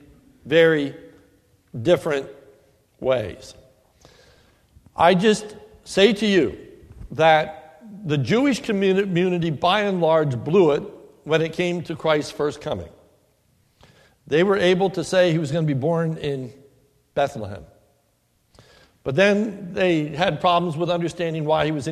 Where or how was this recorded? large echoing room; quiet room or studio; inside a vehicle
large echoing room